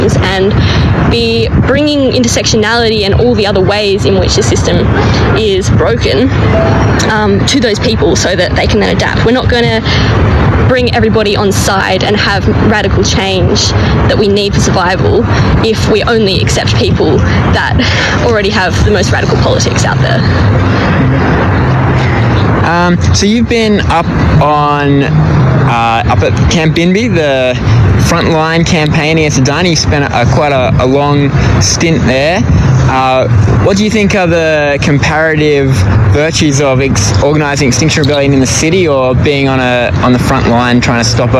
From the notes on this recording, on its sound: At and extinction rebellion rally in Brisbane.